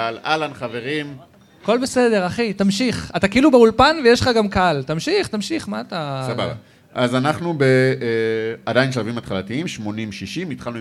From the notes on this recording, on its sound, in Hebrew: חוגגים 50 מול קהל חי! הוא הוקלט מול קהל חי במועדון ה"האוונה קלאב" בתל אביב.